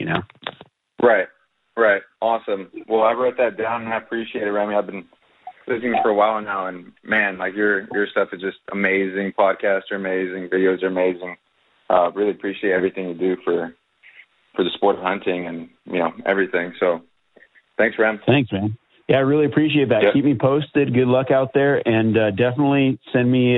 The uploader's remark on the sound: Live Wild Call-In Q&A. Takes calls from listeners and answers questions.